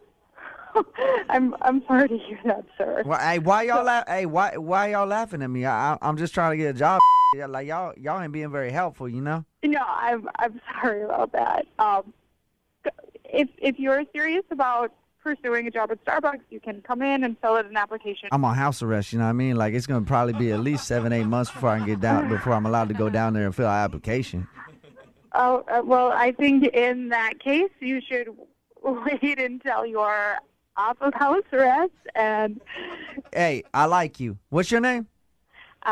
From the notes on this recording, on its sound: Phone Tap. Calls Starbucks.